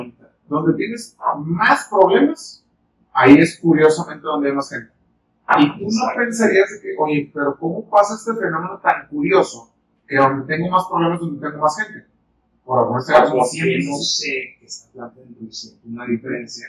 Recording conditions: poor sound quality